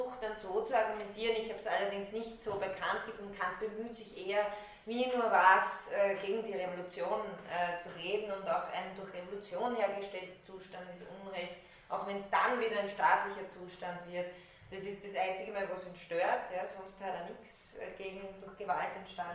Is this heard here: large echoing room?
yes